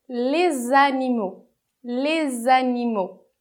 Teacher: a gente vai fazer a liaison nessa palavra que termina com S e começa com vogal. Les animaux, les animaux. E vai produzir o som de Z